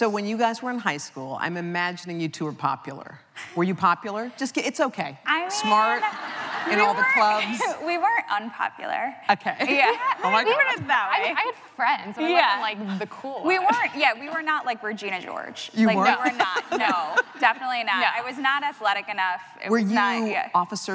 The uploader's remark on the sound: It was recorded on Jan 18, 2017 in front of a live audience at New York's 92nd Street Y.